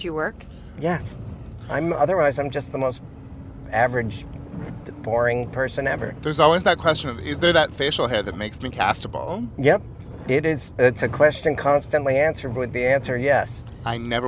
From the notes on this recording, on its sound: Back in the car again. Night time driving, loud sirens, dangerous wet road conditions. More than periodically looking down to make sure the levels are stable.